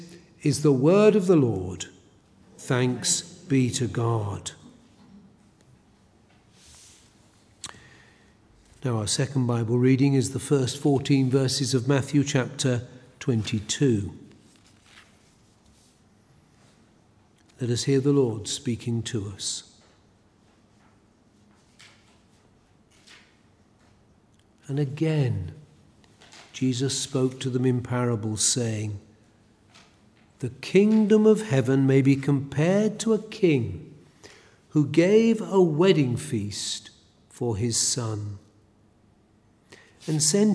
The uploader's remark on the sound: A sermon preached at Elswick Parish Church.